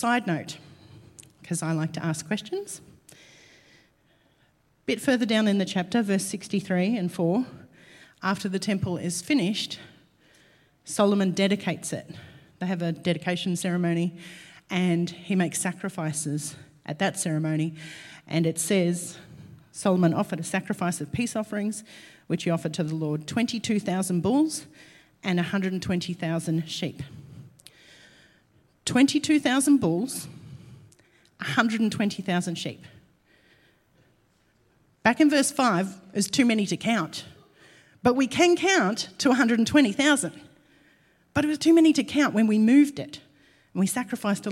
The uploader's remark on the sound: LIVE at Echo Church